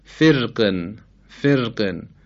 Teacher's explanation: و میتونیم نظر کنیم به کسره قاف که این کسره باعث میشه خود قاف در پایین ترین مراتب استعلا قرار بگیره و دیگه اثری روی راء ساکن ما قبل مکسور ما نگذاره و راء ساکن ما قبل مکسور طبق قاعده اصلی ترقیق بشه